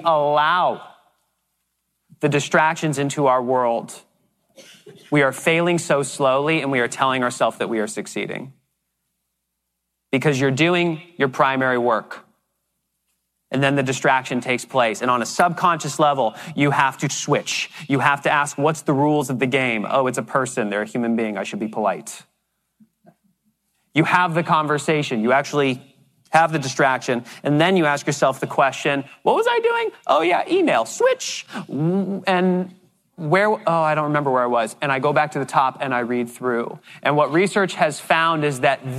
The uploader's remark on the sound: This episode is the first half of a keynote we delivered on time blocking secrets.